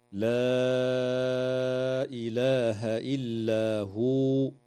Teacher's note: مد منفصل في قوله تعالى: لا إله إلا هو، يمد بمقدار 4 أو 5 حركات